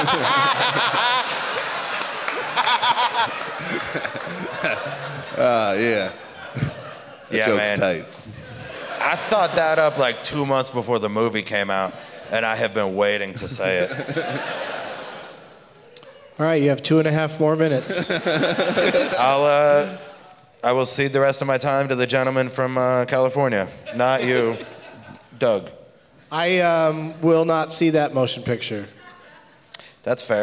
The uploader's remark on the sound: Live from Thalia Hall in Chicago